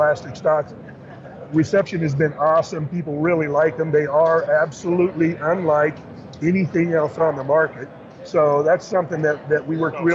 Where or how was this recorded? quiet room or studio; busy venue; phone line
busy venue